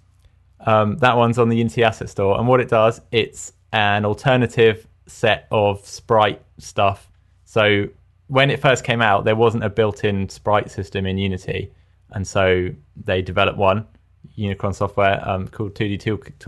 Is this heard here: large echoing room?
no